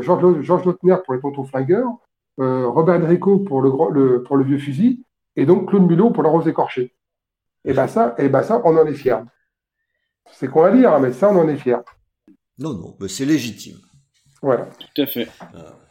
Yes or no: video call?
yes